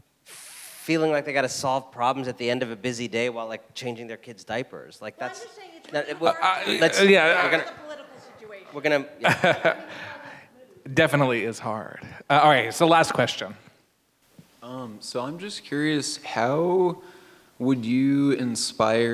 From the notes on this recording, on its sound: Full Talk at Southside Commons. Spoke to a Seattle audience at Southside Commons.